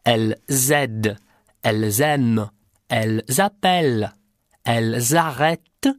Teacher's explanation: Я делал необходимые связи буквы S и следующего слова, а ENT на конце не читал. · Term: liaison